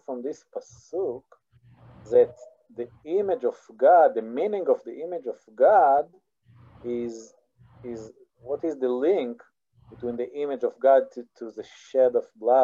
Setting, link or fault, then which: link, video call